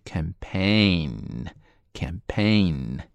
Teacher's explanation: 重音是在后边的 campaign，而且呢还是一个双元音加上 n 的现象